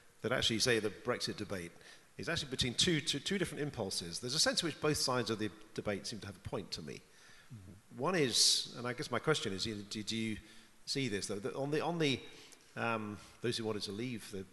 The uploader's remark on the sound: This GodPod was recorded as part of a lecture. This lecture was recorded as part of the Generous Orthodoxy Lecture Series – a collaboration between St Mellitus College and the McDonald Agape Foundation.